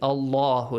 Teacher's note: The letter lam in the word Allah, since it has a fatha before, it should be pronounced heavily.